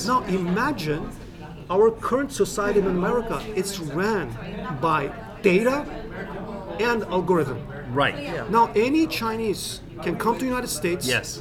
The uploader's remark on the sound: at the International Religious Freedom Conference in the nation’s capital